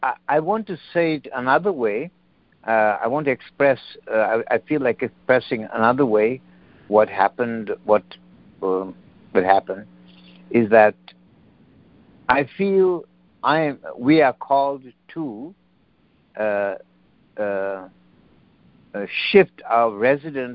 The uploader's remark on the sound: CONF CALL. Students are joining together on a Free Conference Call to study A Course of Love [ACOL].